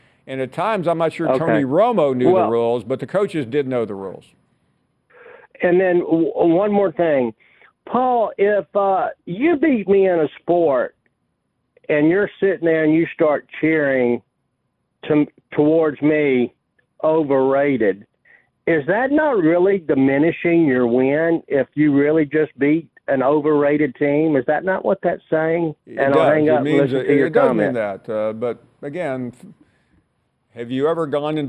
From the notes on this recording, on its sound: We continue with more of your phone calls.